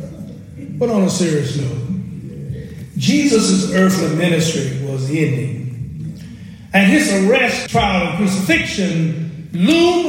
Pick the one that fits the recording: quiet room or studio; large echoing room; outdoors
large echoing room